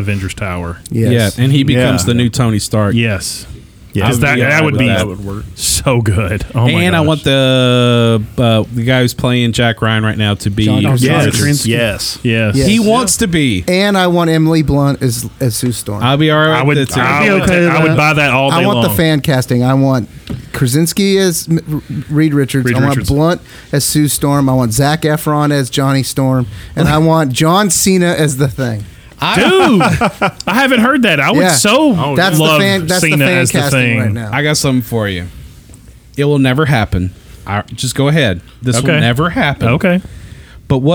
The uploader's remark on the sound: we were live at StarBase 1552 Comics in Franklin, TN